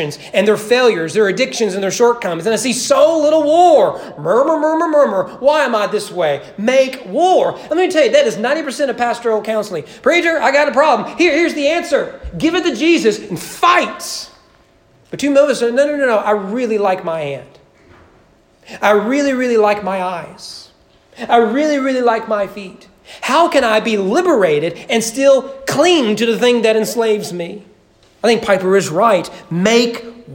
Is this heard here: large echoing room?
yes